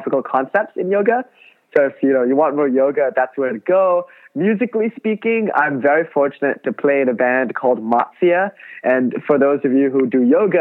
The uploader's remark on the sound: Over the phone